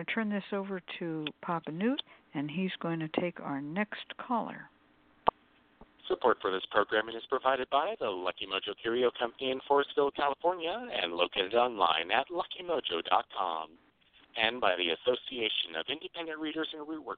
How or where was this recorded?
phone line